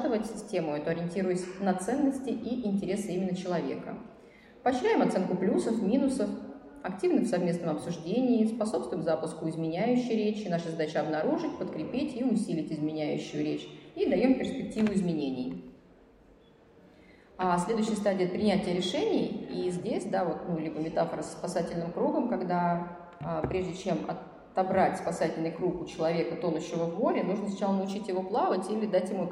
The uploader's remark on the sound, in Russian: Мы записали этот эпизод на фестивале психологического просвещения PSYfest, который проходил в Благосфере с 20 по 22 мая 2022 года.